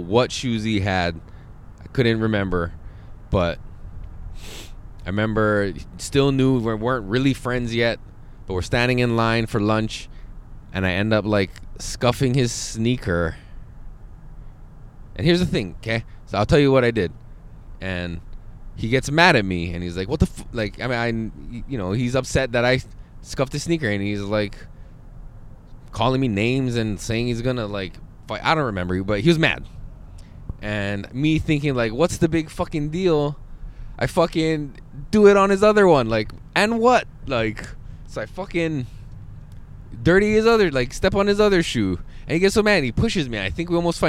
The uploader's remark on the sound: Back in the van.